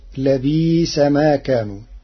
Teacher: قرأ ورش كلمة لبئس في الآيتين بالإبدال تخفيفا، فتصير لبئس ما كانوا.